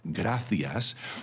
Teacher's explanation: si fuera una S sencilla, nos identifica como hispanoamericanos, mientras que si pronunciáramos la C más cerca de la Z de modo que sonara gracias, nos identificaría como españoles de la península ibérica